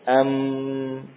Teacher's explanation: Nah, itulah huruf nun dan mim yang muncul bersama pelafatannya, yaitu suara gunnah yang melewati khayshum